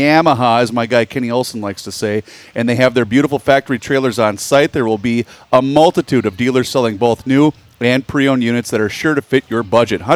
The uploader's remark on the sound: Our first show from the Minnesota State Fair in two years!!